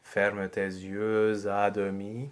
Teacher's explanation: between yeux and à demi, we could or could not have a liaison. This is a choice.